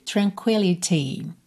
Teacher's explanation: Claro que você poderia usar tranquility, ok? Mas o … optou por não usar rarara aqui e sim o som marcadinho do T